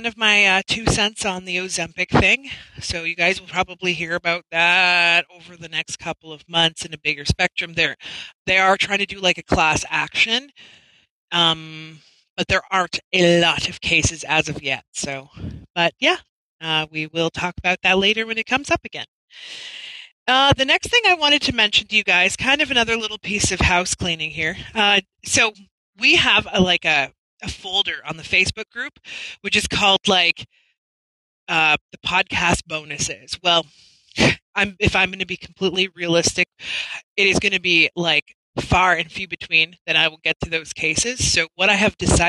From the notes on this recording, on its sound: I promise it'll be the last one that has some glitching and sound issues due to our lack of internet.